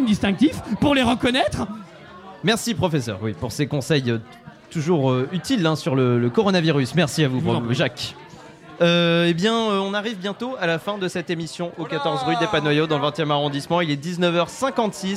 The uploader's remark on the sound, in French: En direct du Lou Pascalou. N'a plus de micro au bout d'un certain moment.